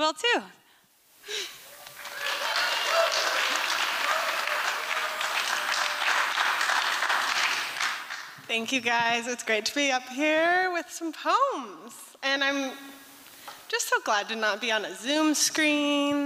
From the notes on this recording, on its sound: 2023 FPG-Liberty Theatre-Friday Night. Performance was recorded at the Liberty Theatre.